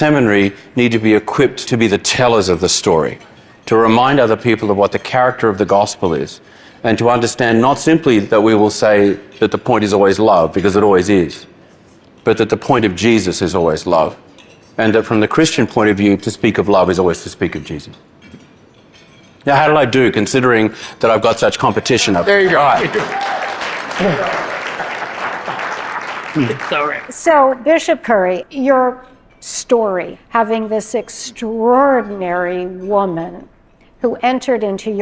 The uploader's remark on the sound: This live conversation. Was recorded at the Yale Club in New York City inMay 2023.